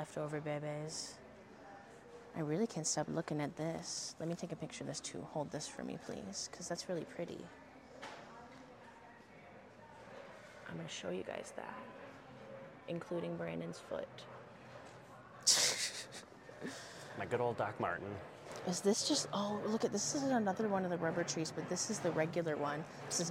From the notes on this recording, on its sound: Recorded live and on-location at four different big box stores. We peruse the isles and try to not let the employees onto us recording in their stores.